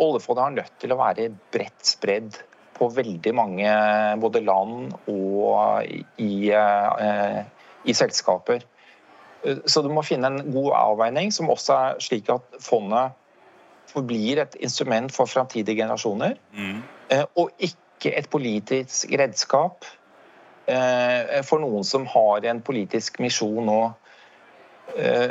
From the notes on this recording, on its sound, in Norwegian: LIVE på ONS 2022.